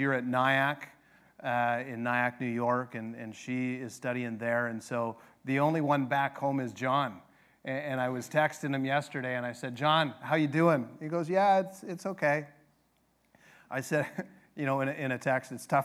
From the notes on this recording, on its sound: This sermon is from our 100th Annual Global Mission Conference